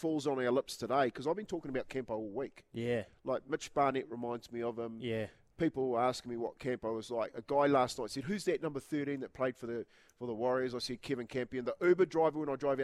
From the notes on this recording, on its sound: LIVE from Sail GP NZ.